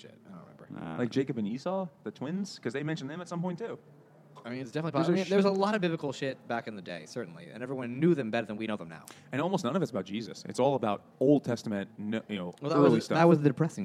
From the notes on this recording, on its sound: Moby Dick by Herman Melville at Finback Brewery.